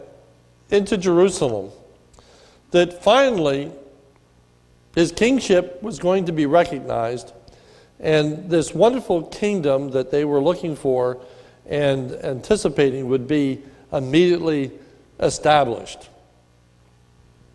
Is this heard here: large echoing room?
yes